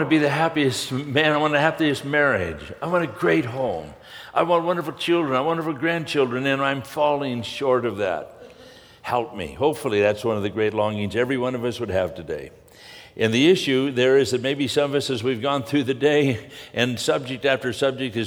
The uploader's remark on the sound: from the 2016 Southwest Men's Conference, Men of Character